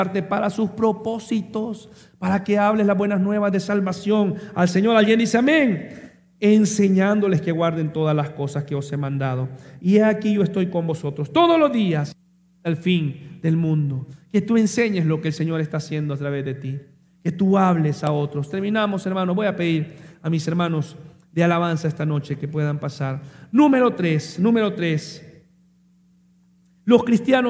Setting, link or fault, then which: setting, live audience